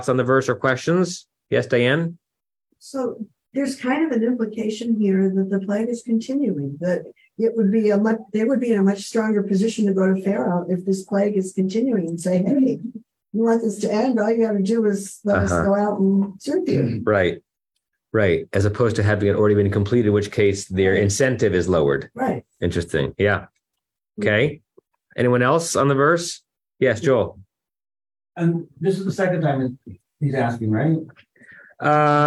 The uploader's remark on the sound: Temple Beth Am, Los Angeles.